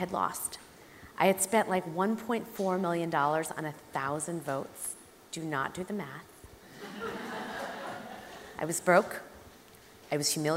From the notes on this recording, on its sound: Recorded live at the Tabernacle in London's Notting Hill on 11th March 2019.